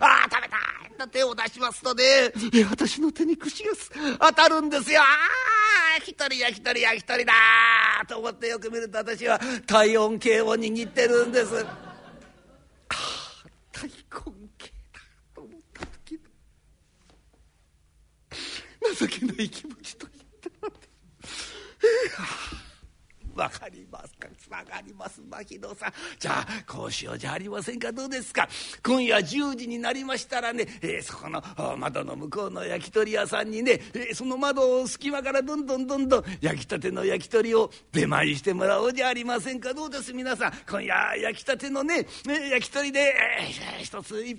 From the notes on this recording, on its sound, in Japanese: ２０１５年１月１６日に築地本願寺・ブディストホールにて収録した。築地本願寺・ブディストホールにて収録した創作落語。